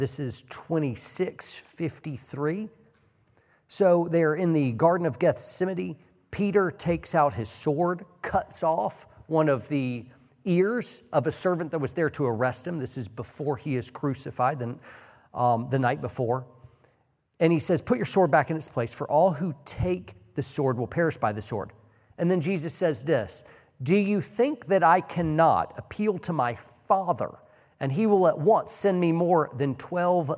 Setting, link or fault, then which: setting, live audience